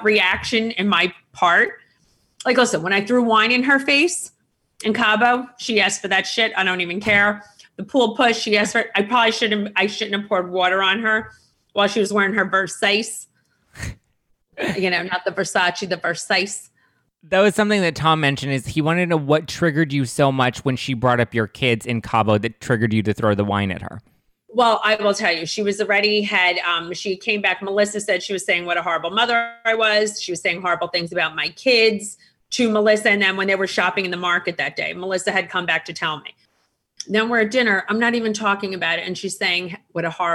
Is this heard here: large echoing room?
no